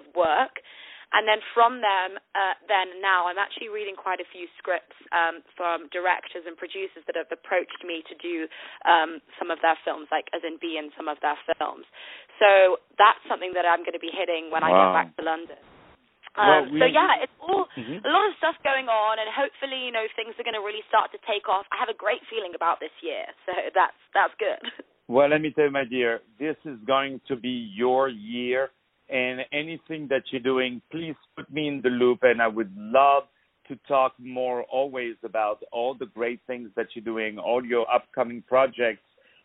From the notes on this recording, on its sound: On the phone.